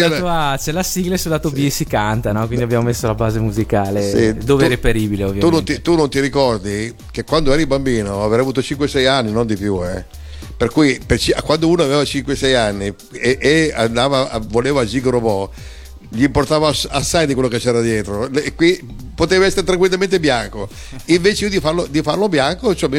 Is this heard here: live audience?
no